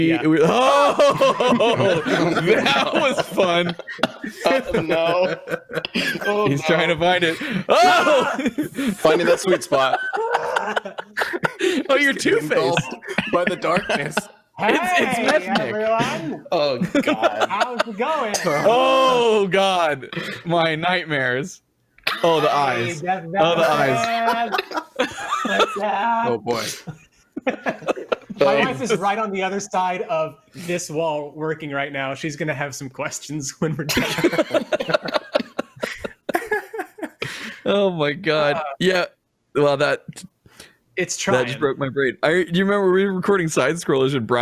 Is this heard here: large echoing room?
no